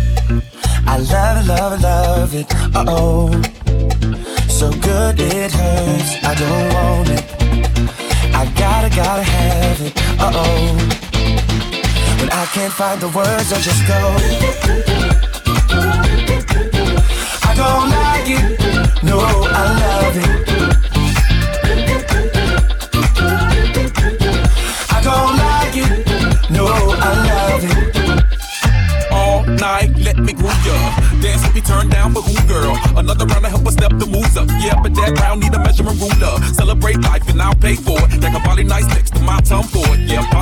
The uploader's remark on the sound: Live Recording of my set at my Wednesday Night residency, Bottled Blonde in Old Town Scottsdale. No pre-planned sets, just me, my music library, CDJs, and the #WCW (WeCrushWednesday) crowd.